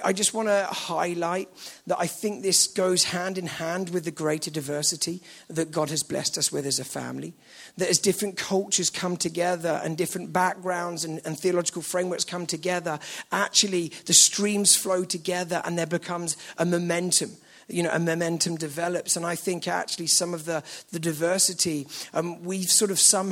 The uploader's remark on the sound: at the KXC Weekend Away